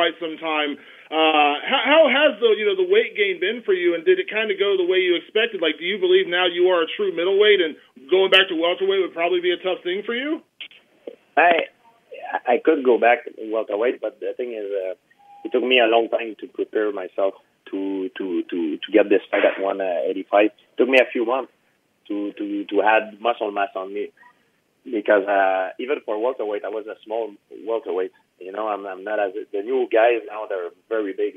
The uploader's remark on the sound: UFC 217 Conference Call.